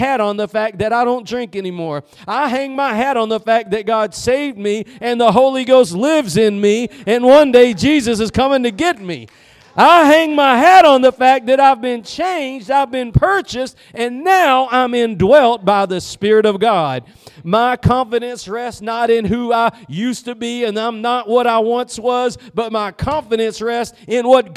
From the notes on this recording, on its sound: Preached at Gospel Lighthouse in Bossier City, La.